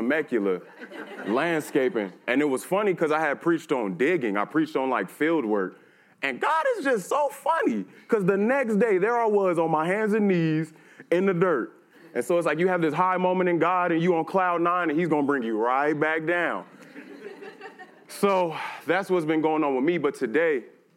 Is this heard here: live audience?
yes